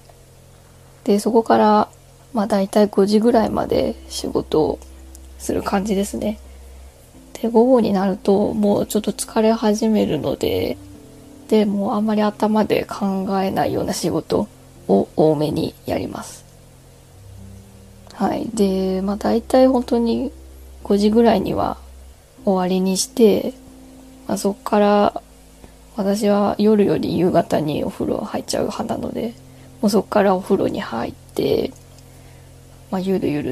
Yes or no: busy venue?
no